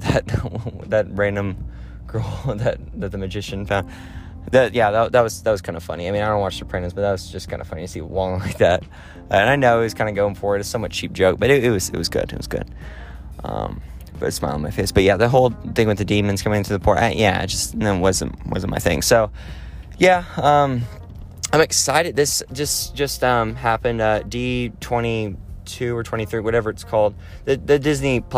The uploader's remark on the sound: while walking down a trail